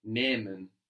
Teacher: that H is just stretching the vowel. M-E-N, nehmen.